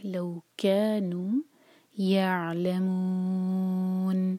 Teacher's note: آخر میں نون کی آواز غائب نہ ہو، نون کو ٹائم دے تھوڑا سا واضح کرنے کے لیے